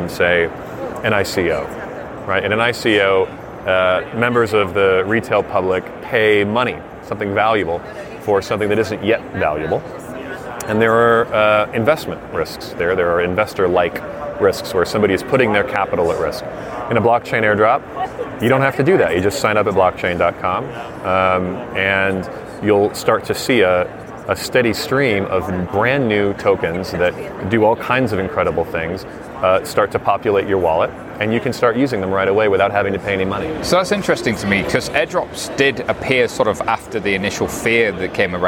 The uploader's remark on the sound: Live from Money20/20 USA.